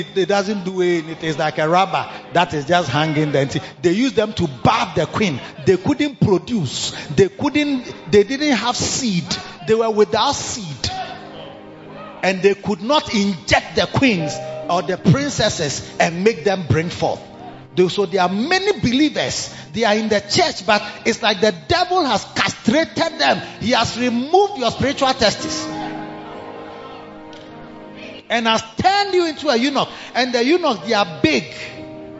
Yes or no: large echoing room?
yes